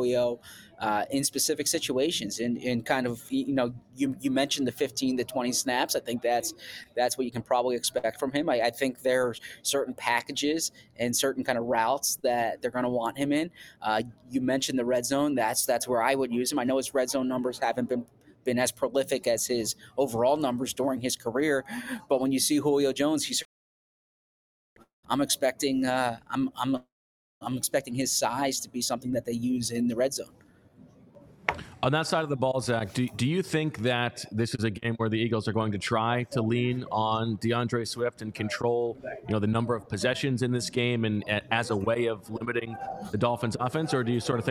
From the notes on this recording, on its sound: live from the Linc